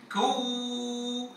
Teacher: حاذر من ضم الشفتين ضما زائدا فيصدر ضجيج من مجرى هذا الصوت، فلا تقول كو وإنما كو.